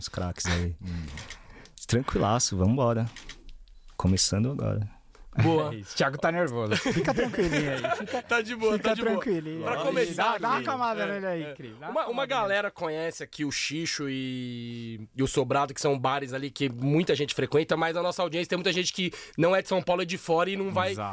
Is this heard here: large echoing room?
no